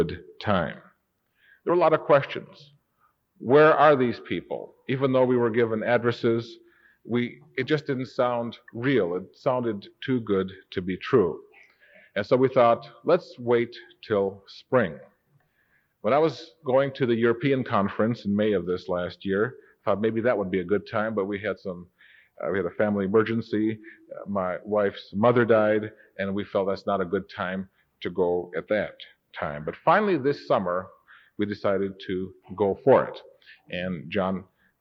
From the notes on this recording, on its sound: Recorded September 28, 1992 in the Worldwide Church of God. This was recorded when I was Assistant Director of Church Administration for the Worldwide Church of God in Pasadena, California.